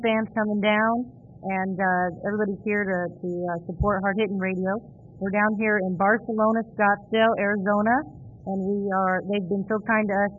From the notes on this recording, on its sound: LIVE ON THE SCENE LIVE FROM BARCELONA’S IN SCOTTSDALE AZ